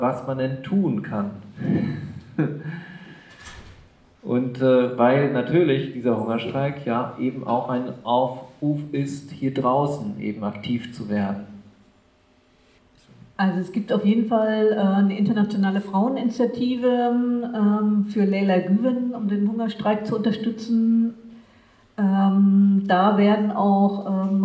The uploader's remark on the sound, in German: Mitschnitte des TATORT Kurdistan Cafés. Im Centro Sociale, Hamburg.